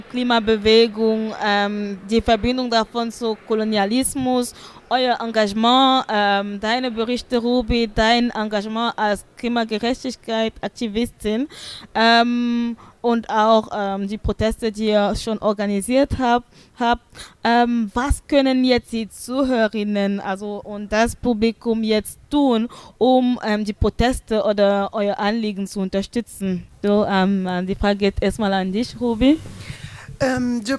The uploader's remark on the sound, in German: PANEL Live aus dem Colombipark